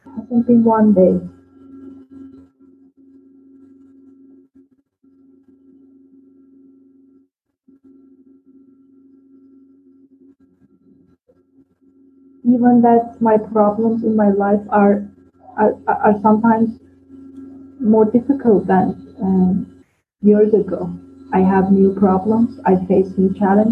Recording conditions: video call